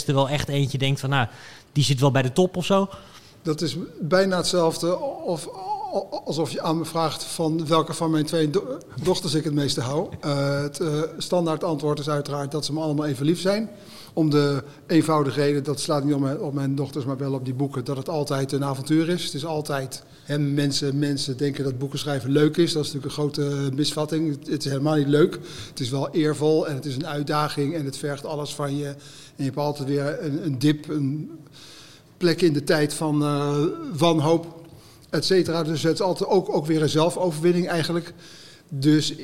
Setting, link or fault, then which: setting, busy venue